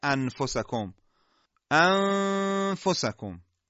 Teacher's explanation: نون ساکنه وقتی غنش قراره که باقی بمونه صدای خیشومی هم سهمش از دهانی بیشتره · Term: اخفا